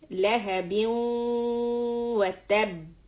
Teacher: you're going to catch wow with the إدغام and hold it with the غنة.